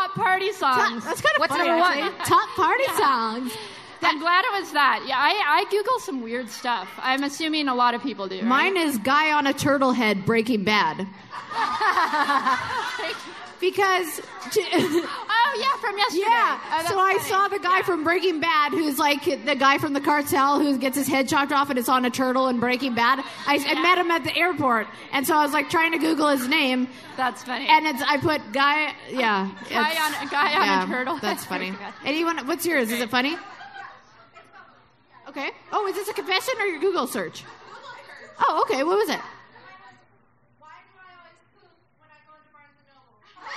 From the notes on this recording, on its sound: another live show